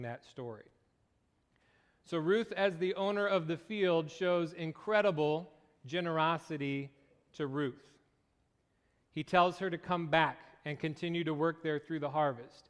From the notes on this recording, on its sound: Location: Faith Christian Reformed Church (New Brighton, MN)